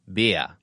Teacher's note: a tendency to drop the R sound. This is exchanged for an ah, turning beer into bia.